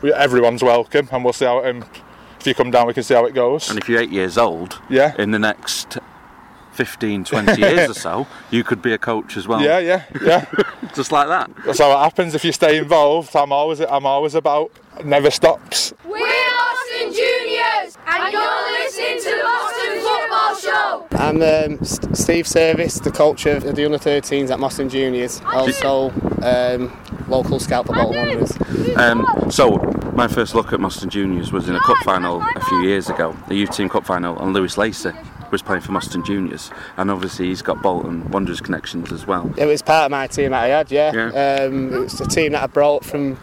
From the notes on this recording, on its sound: A special podcast recorded on the first weekend of the season, as Moston Juniors and AFC Manchester took to the field for the first time at the newly revamped Ronald Johnson Playing Field at Broadhurst Park in Moston.